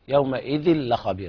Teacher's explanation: أيضا في آخر آية في السورة يومئذ لخبير، هذا إضغام كامل بدون غنة، يا لا تقل يومئذ لخبير، ما في غنة عند اللام